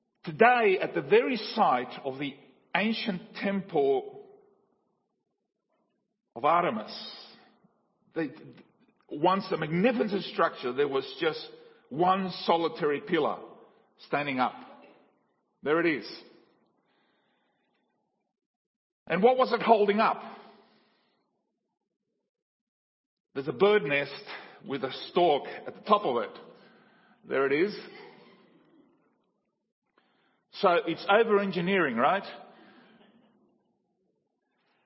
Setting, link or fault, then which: setting, large echoing room